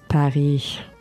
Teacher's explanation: Don't ever say the S at the end.